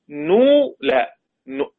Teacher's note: جزء من الضمة كده أشير إشارة إلى أن هذه النون التي وقفت عليها بالسكون أصلها مضموم · Term: روم